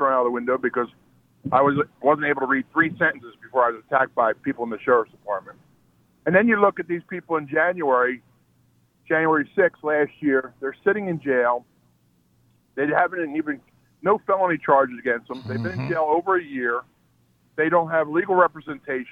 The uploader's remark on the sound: Your Phone Calls